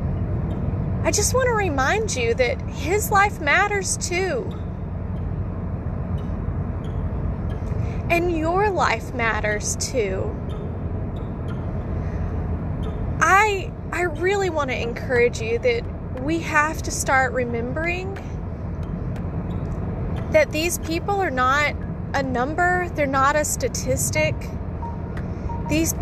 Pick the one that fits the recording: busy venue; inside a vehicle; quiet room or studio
inside a vehicle